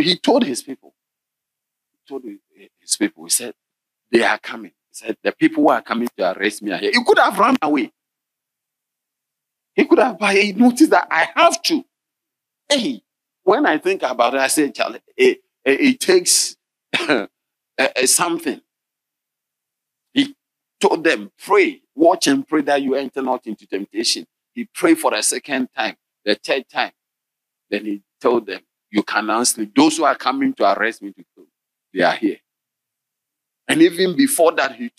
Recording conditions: large echoing room